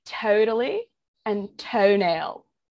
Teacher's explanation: So the California vowel shift, it made some vowels were turned into diphthongs, which is where you've got two vowel sounds that slide into one another to represent, like, one phoneme